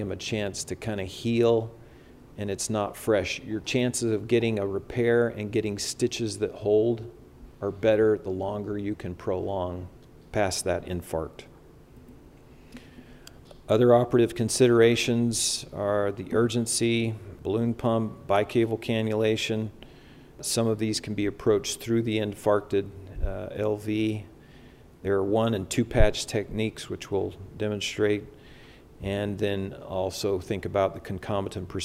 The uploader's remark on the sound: This is an updated lecture recorded Sunday, September 11, 2022 during the CORE conference in Salt Lake City, Utah - USA.